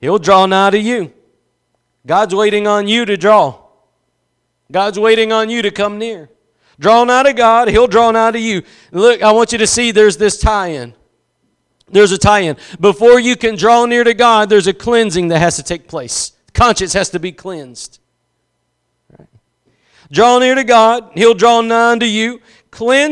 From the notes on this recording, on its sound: Preached at Gospel Lighthouse in Bossier City, La.